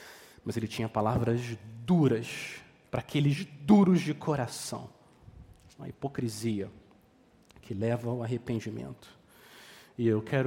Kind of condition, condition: setting, large echoing room